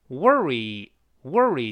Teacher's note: 美式发音的 o r 直接在一块发 erwor